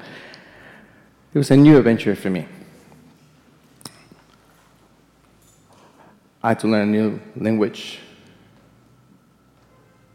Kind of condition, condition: setting, live audience